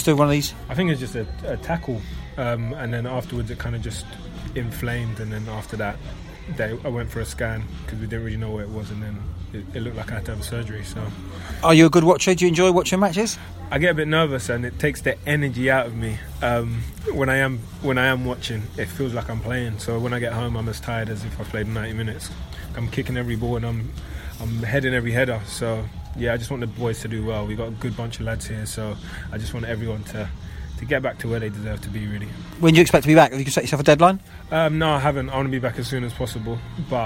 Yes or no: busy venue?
yes